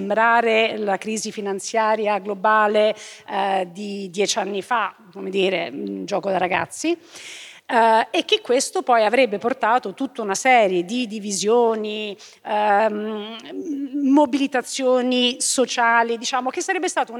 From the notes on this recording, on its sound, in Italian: Registrata live a Voices. In questa puntata speciale di Globo registrata live a Voices.